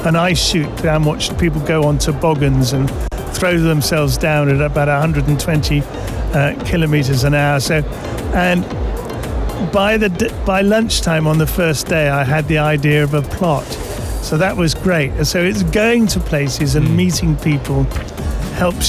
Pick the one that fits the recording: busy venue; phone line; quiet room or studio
busy venue